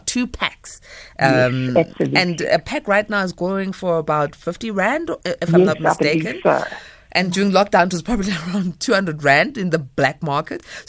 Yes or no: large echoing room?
no